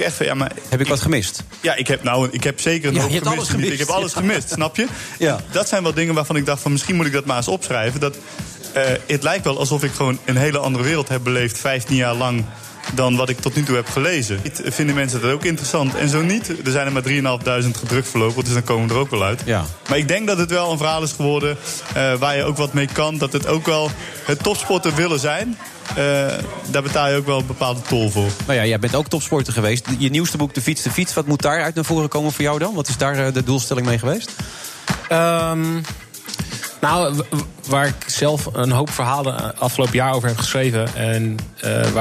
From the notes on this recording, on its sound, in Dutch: Dat en véél meer in The Friday Move vanuit de SkyLounge van het Double Tree by Hilton Hotel in Amsterdam.